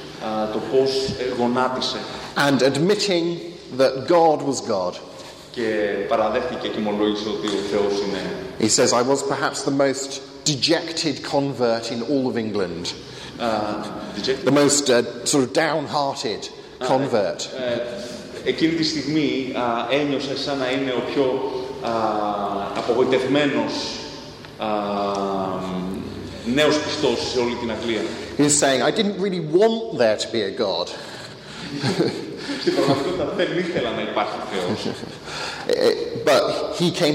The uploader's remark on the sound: Lecture with Greek translation delivered at First Evangelical Church in Athens.